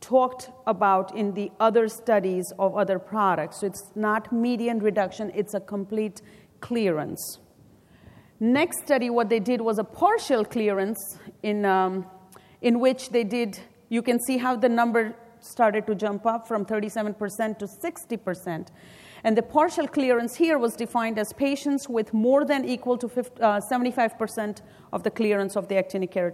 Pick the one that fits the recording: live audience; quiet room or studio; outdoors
live audience